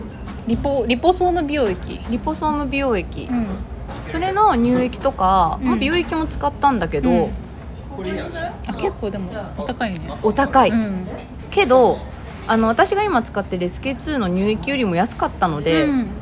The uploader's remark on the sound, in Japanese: カフェでの録音なので環境音たっぷりでお届けします